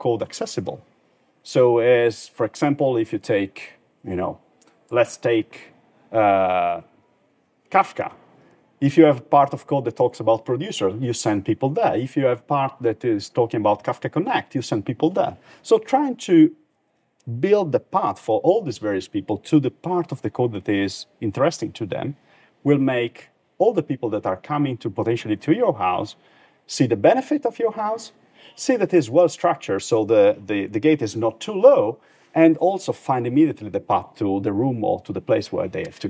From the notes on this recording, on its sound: Unusually, this episode is recorded on location, as we met up in the hallway of a recent tech conference.